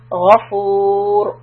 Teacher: The raw will be heavy because it's preceded by a dhamma.